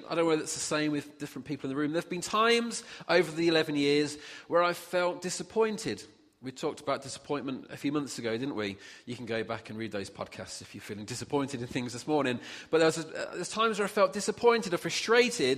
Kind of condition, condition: setting, large echoing room